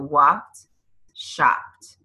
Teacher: It's almost like a T sound at the end.